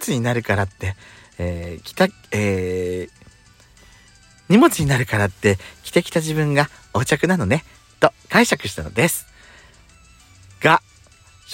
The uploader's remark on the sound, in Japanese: 2人組。パーキング収録。